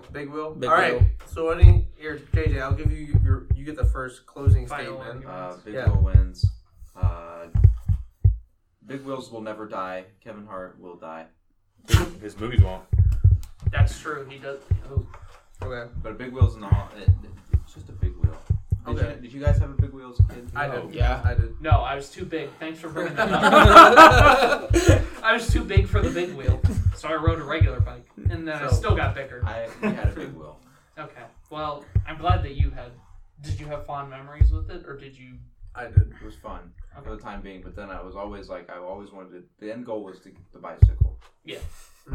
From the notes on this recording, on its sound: We are sorry for the poor audio quality in this episode. There seems to be a problem with the microphone that software was unable to fix completely.